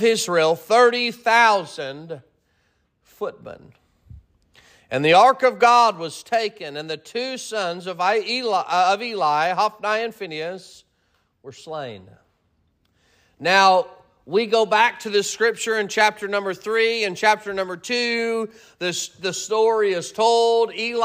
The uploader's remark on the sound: Sermon preached at Mid County Baptist Church